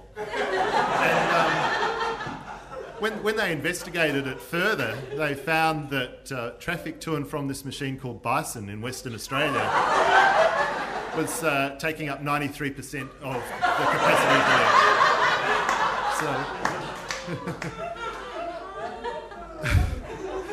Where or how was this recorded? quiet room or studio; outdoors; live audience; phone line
live audience